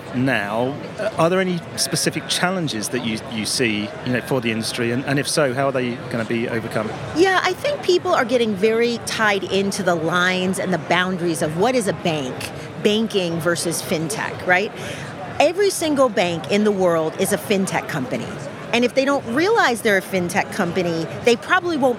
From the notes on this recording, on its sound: Recorded in partnership with Banking Circle Group at Money20/20 Europe, that took place in Amsterdam. We recorded a series of interviews on the Banking Circle booth with a number of the speakers from the conference.